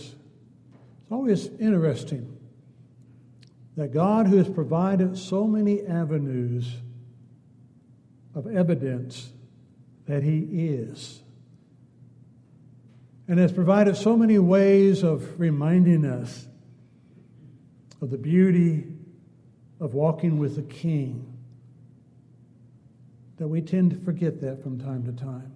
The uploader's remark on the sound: Downtown Church Of Christ Audio Sermon